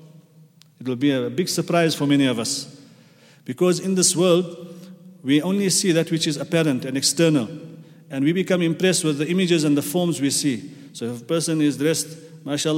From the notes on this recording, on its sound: at the Houghton Masjid (West Street)